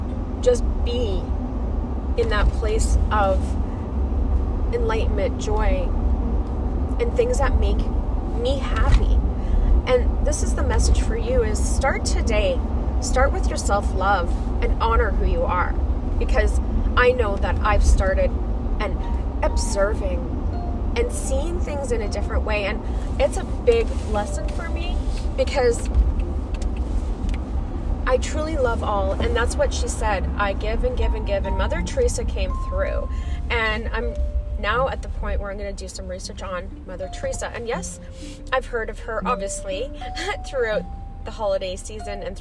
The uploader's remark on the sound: I was driving to work on the episode so be mindful